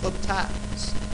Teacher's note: Emphasis on the last syllable. Baptize. We don't say baptize.